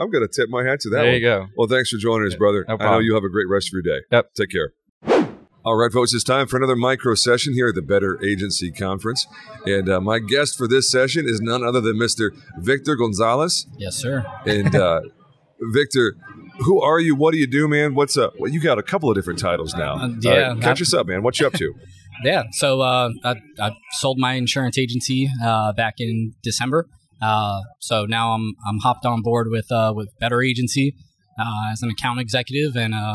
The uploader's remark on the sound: Live from the Better Conference